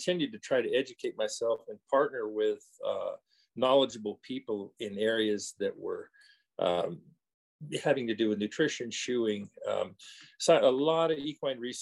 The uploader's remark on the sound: The interview was conducted over Zoom